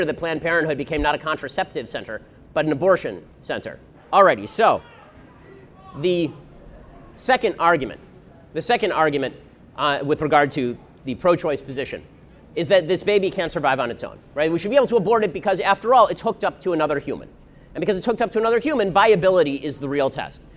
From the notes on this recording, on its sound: We broadcast live from the March for Life